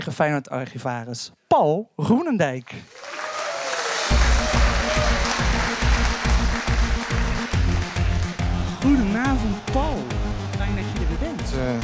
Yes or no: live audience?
yes